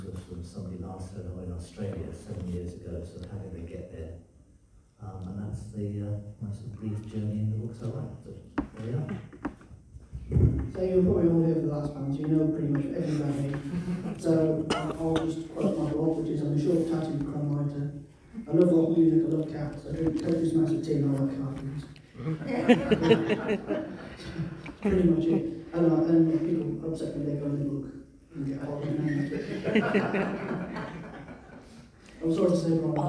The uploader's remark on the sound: The third panel from The Darkside of Brighton book festival held at the Old Ship Hotel in Brighton on 28th October 2023